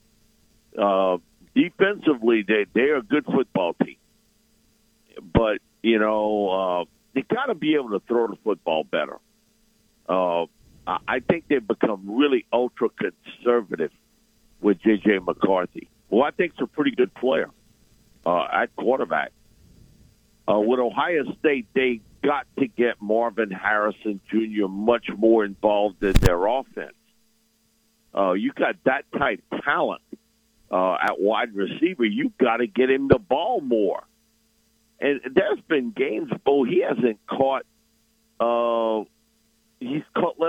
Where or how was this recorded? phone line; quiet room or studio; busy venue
phone line